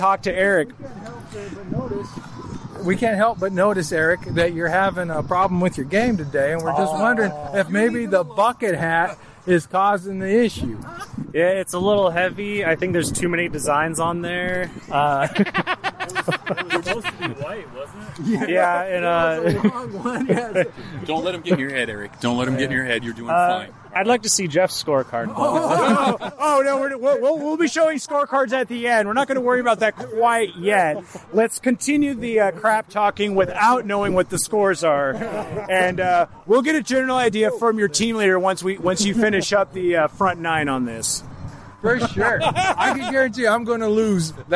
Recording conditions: busy venue